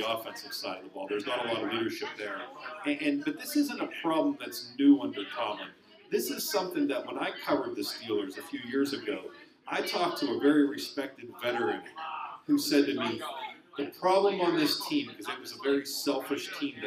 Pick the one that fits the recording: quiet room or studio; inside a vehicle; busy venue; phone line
busy venue